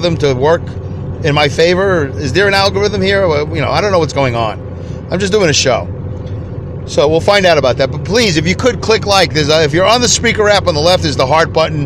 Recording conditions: inside a vehicle